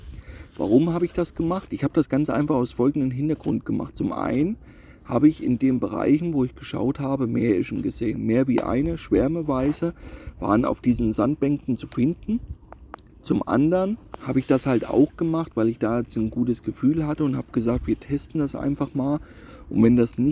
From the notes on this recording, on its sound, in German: nehme ich euch wieder live mit nach Cremona an den Oberlauf des Grande Fiume Po